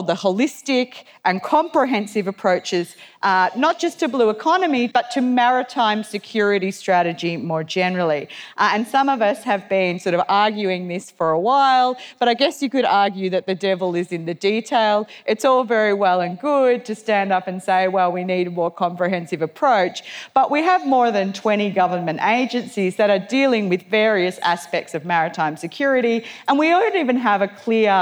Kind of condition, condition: setting, live audience